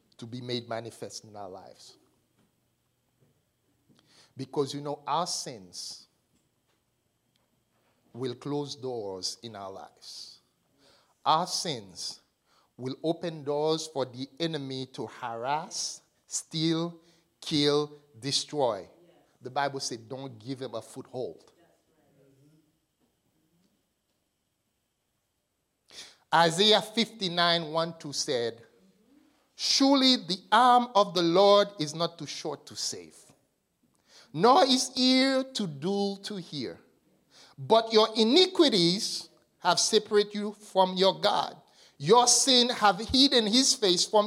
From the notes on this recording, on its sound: This message was delivered and recorded on March 25, 2023 at the Transformation and Equipping Center - 244 Liberty Street Brockton, MA 02301